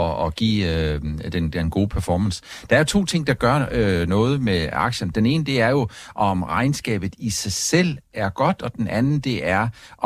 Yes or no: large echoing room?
no